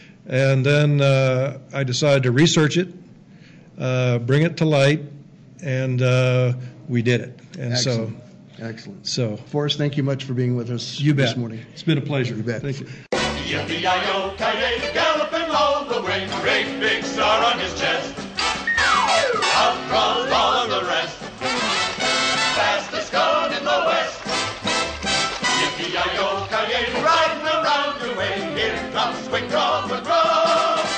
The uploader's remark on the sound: We take our microphones to the 2019 Western Writers of America convention June 19-22.